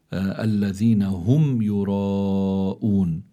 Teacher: الراء مفتوحة فإذا هي مفخمة